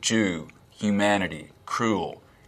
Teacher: the vowel in words like goose, Jew, humanity, cruel, we will be cruel to the Germans, is fronter in the mouth · Term: goose fronting